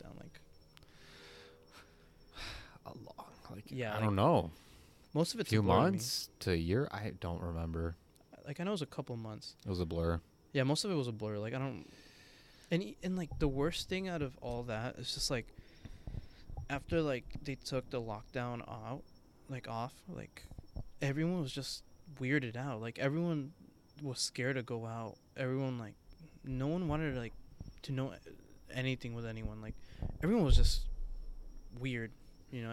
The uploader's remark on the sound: You'll hear the crickets chirp as they listen in on their conversation. Yes this was recorded outside. It was lovely weather.